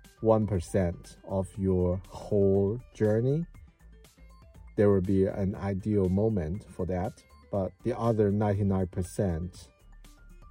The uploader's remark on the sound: I recorded this video in my car on a rainy evening